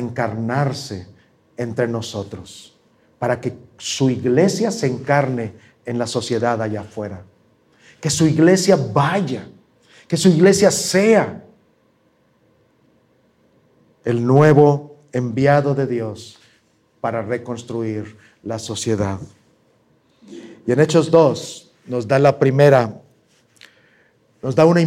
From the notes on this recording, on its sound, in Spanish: presentado en vivo